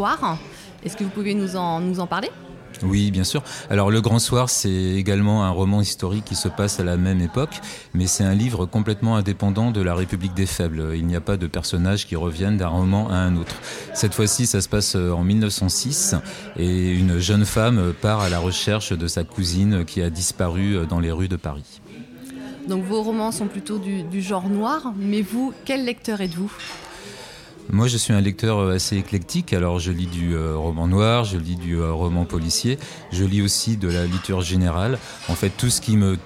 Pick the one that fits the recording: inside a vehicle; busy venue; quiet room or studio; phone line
busy venue